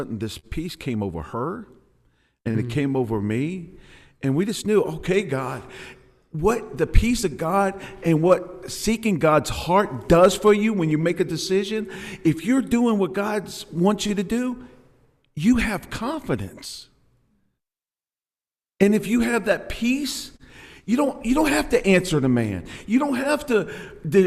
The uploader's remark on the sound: filmed live at Compass Community Church